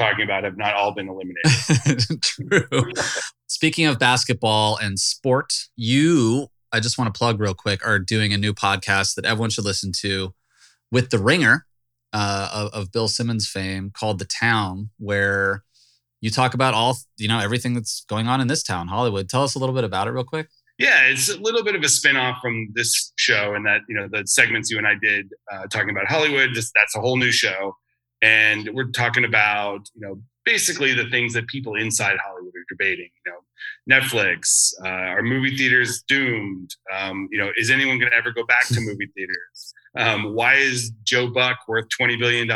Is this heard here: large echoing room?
no